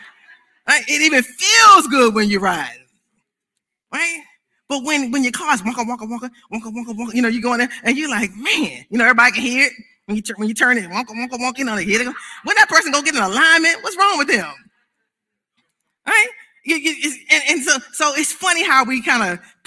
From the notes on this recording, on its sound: This service was recorded live on Sunday, August 8th, 2021 at Newark United Pentecostal Church.